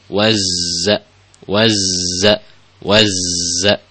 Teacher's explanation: perhatikan untuk pengucapan huruf za ya. Waz. Jadi ada desisnya di situ. Waz-za. Waz-za.